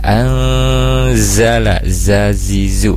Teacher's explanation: di sana ada sofir gitu ya, desis sedikit